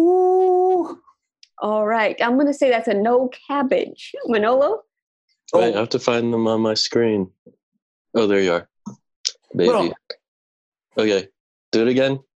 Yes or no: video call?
yes